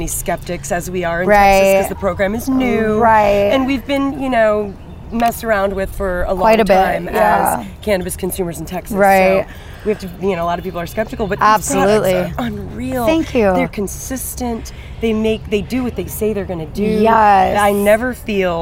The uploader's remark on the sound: Episode recorded on location at the San Marcos River